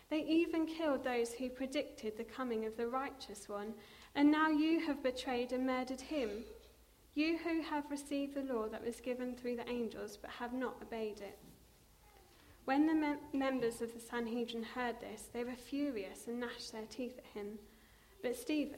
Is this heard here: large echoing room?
yes